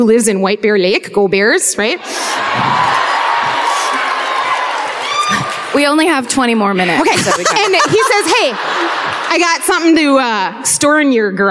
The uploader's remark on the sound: Live at the Northrop Auditorium in Minneapolis (2019).